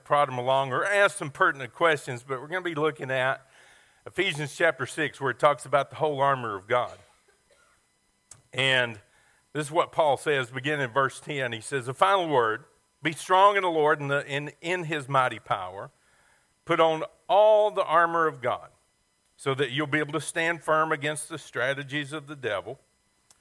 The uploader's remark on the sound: Sermon audio from our Mother's Day service